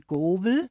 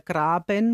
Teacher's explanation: dass ein inlautendes B als W gesprochen wird · Shown in: first take · Also man sagt zum Beispiel nicht die Gabel, sondern die Govel.